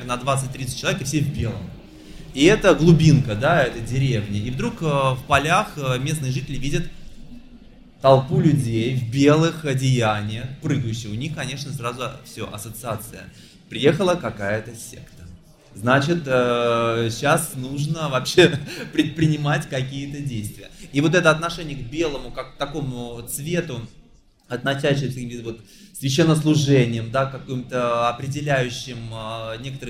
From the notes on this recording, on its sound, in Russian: записанном на книжной ярмарке Non/Fiction